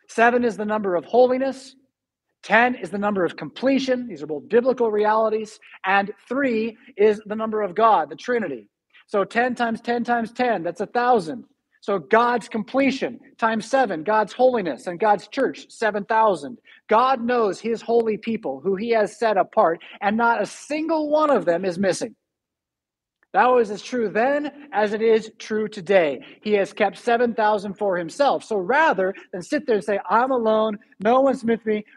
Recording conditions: large echoing room